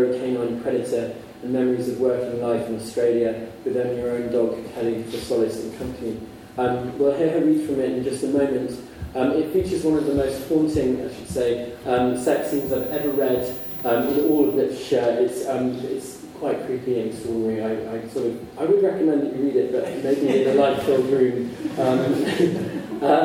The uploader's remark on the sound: A Worlds Literature Festival event